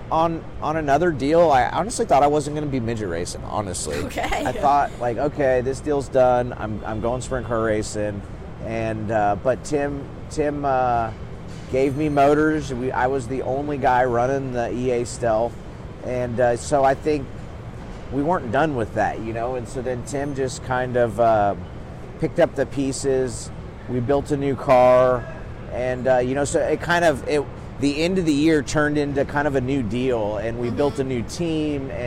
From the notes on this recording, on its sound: live from the Chili Bowl Nationals in Tulsa, Okla.